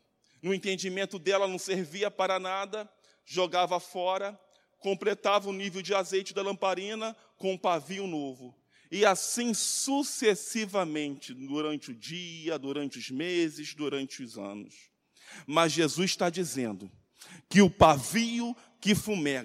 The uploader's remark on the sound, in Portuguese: CULTO DE LOUVOR E PALAVRA AO VIVO 27.09.2020 - MANHÃ.